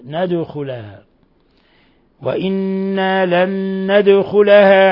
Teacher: ولا يخفى قلقلة الدال من ند